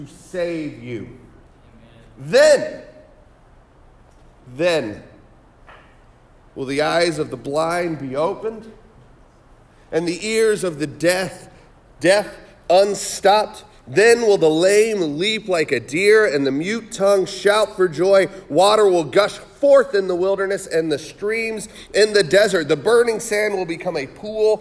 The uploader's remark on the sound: Sermon preached on December 17, 2023 at The Salvation Army Kroc Center